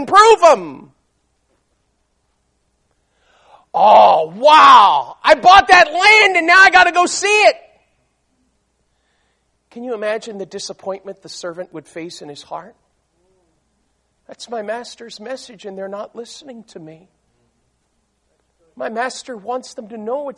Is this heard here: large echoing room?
yes